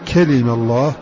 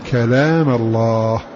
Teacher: كسر اللام بلا مد · Shown in: first take